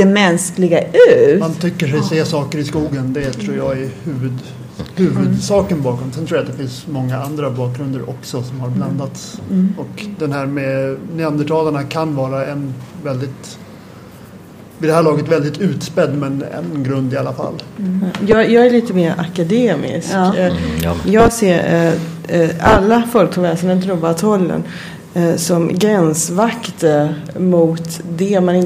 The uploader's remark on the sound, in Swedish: Panel på Swecon 2015 – Confuse i Linköping.